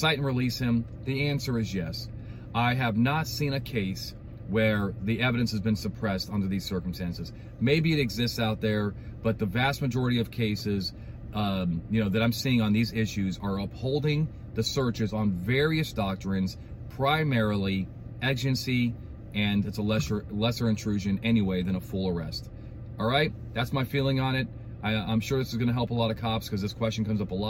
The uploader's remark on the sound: I got my little laptop here that I'm reading from the car.